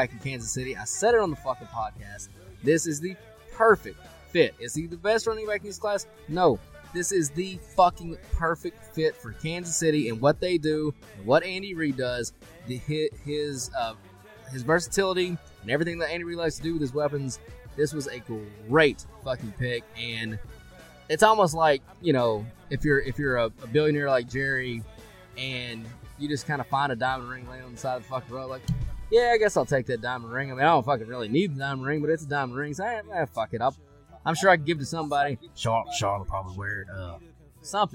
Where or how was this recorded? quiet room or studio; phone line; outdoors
outdoors